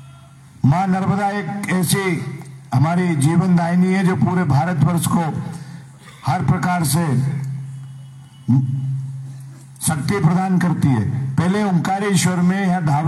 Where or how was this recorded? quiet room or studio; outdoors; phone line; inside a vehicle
outdoors